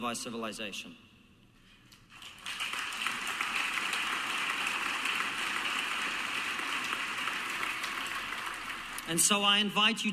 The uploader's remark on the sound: speech at the 2023 Alliance for Responsible Citizenship (ARC) Conference